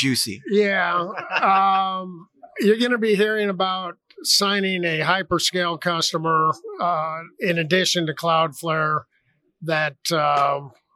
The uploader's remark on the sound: Live from Metro Connect 2020